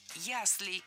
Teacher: Правильный вариант – «яслей» с ударением на первом слоге и окончанием «ей».